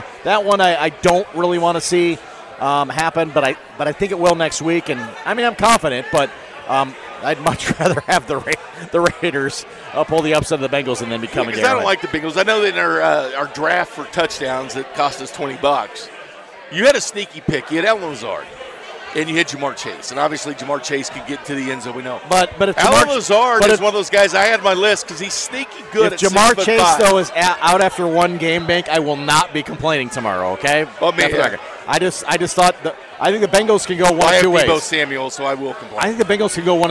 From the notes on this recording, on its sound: Hour two live from Cinder Block Brewery